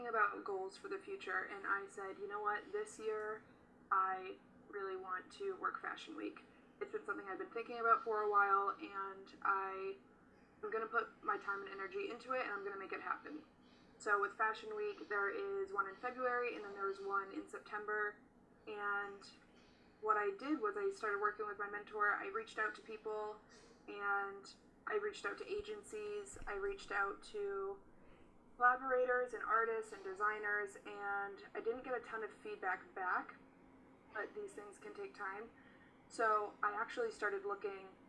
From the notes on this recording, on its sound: Technical difficulties occurred during the first few minutes- I apologize.